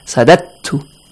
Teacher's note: Is the letter ta. So here you ignore the second dal, you directly join the first dal to the ta.